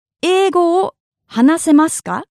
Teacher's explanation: the sentence ends in a ka and the intonation is raised